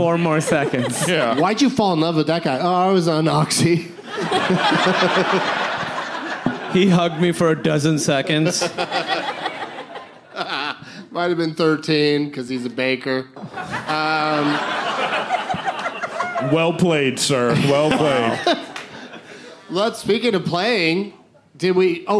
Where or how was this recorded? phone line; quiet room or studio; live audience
live audience